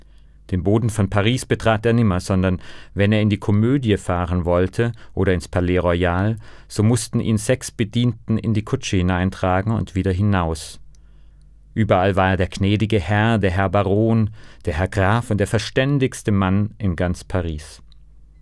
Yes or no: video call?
no